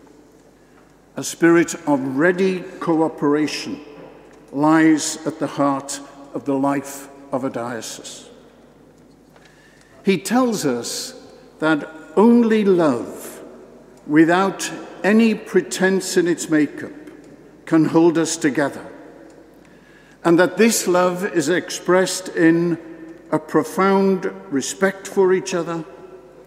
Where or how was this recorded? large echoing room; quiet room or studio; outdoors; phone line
large echoing room